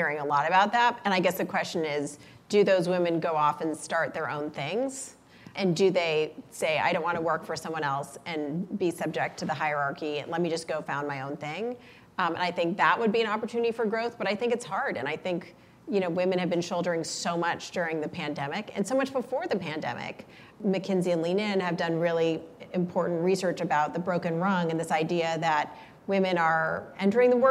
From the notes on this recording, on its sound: In front of a live, female-majority audience as part of Greylock's Iconversations speaker series.